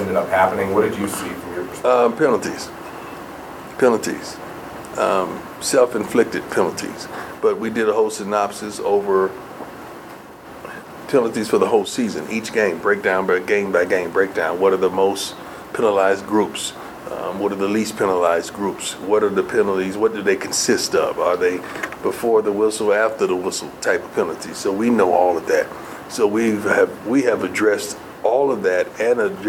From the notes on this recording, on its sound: comments to the media during his weekly press conference in the Champions Center